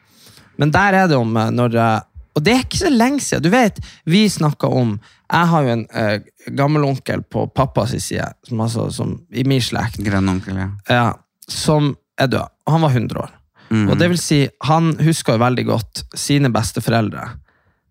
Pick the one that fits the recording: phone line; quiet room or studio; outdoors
quiet room or studio